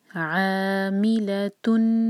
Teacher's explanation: عا مد تبعی دو حرکہ اور حلق سے نکالیں گے عین کو